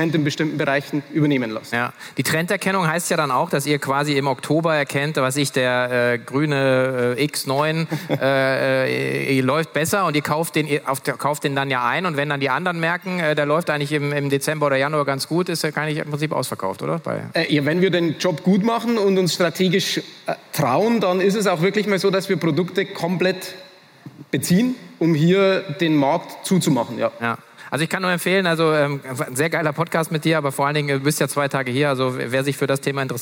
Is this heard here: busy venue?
yes